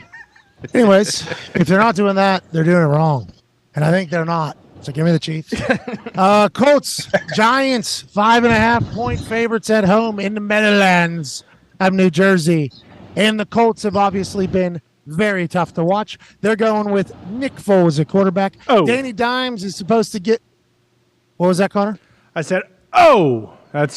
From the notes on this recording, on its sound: joins the show live from a Sprinter Van on his way to Atlanta